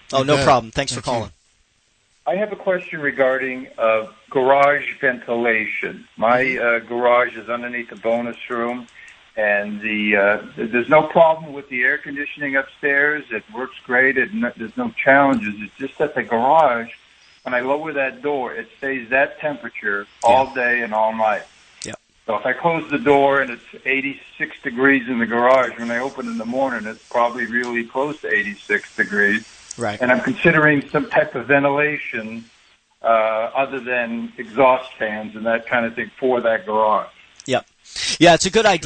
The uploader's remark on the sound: talk with callers